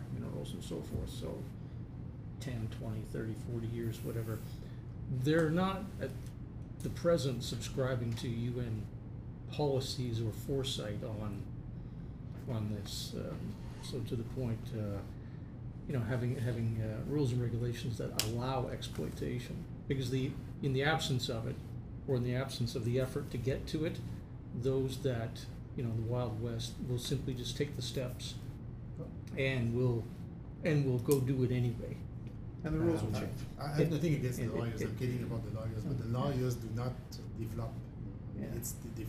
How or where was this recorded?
busy venue